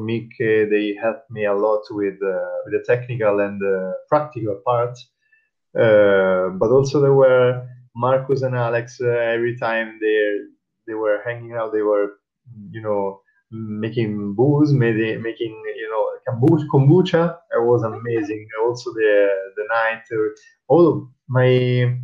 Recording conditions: poor sound quality